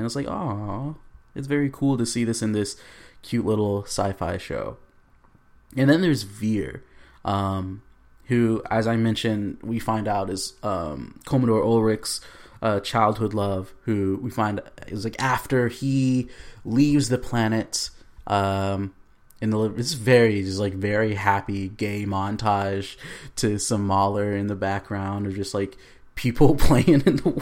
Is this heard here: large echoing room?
no